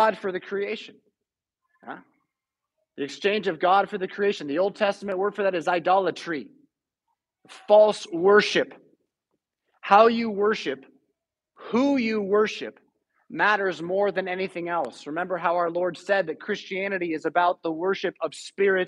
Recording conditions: large echoing room